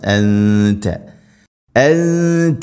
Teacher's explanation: ഇന്നക നൂന് ശബ്ദ് മണിക്കണം. അൻത സാകിന നൂന് ശേഷം ത ഇഖ്ഫാ ബിഗുന്ന അവ്യക്തമാക്കി മണിക്കണം